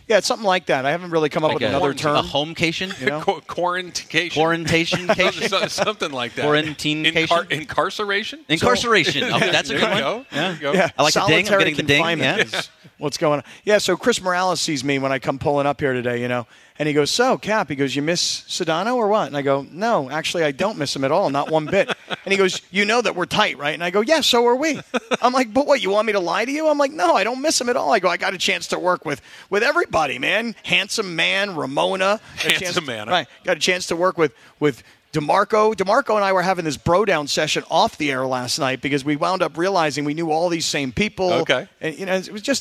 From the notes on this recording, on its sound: live from Hollywood Park Casino